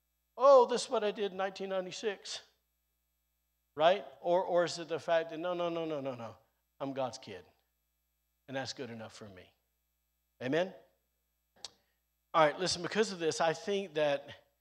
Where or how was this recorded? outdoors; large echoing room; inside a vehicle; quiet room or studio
large echoing room